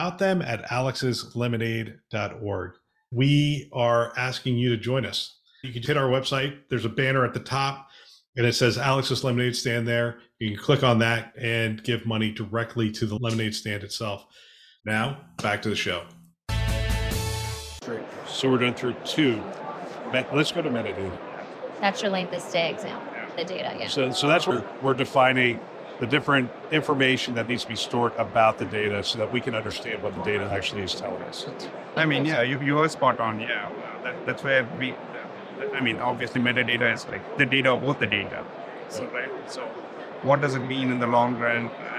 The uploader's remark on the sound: Live from the HIMSS Conference